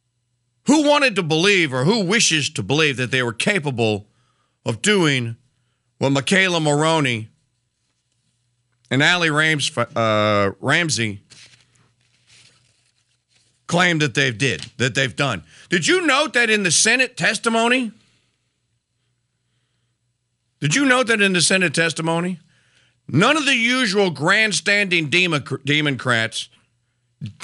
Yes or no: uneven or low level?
no